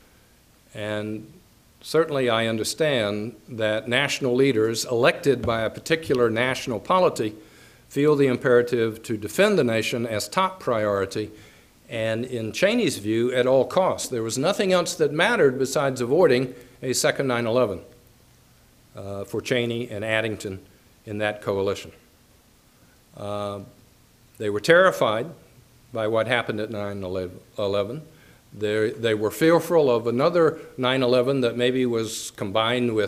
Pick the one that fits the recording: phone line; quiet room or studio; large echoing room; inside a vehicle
large echoing room